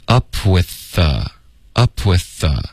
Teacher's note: with 的这个 th 的音跟 the 的这个 th 的音，我们就发一个 the 就够了